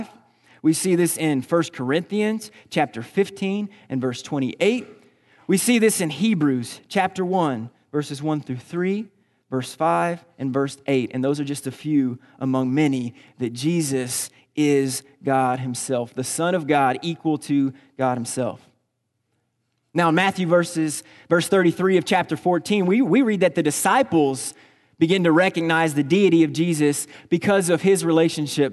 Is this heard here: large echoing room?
yes